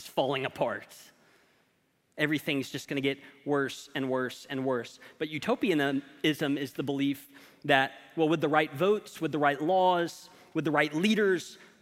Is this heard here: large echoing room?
yes